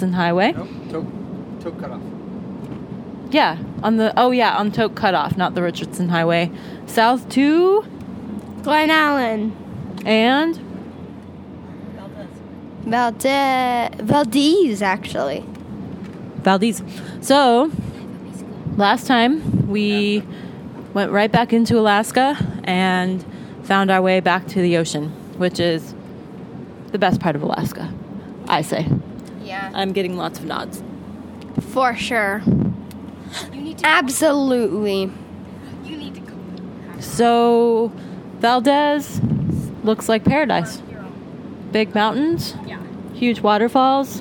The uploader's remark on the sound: Live from the Alaska Highway